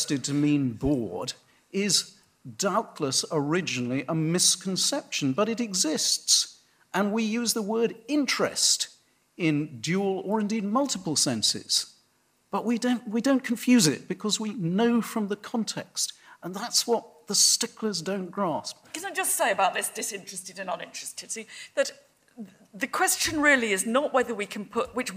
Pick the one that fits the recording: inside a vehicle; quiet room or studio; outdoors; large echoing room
large echoing room